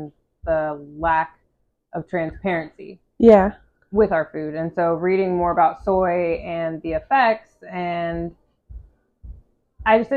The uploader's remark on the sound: This episode also had a mic malfunction and I contemplated doing it over.